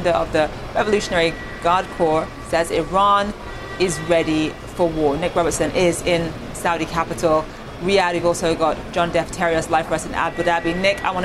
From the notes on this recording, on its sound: Live at the New York Stock Exchange.